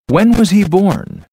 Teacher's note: We use falling intonation when we ask a WH question.